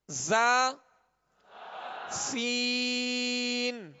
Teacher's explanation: یہ زا سین اور صاد یہ ایک ہی مخرج سے ادا ہوتے ہیں اور ان کے اندر سیٹی پائی جاتی ہے، سختی پائی جاتی ہے.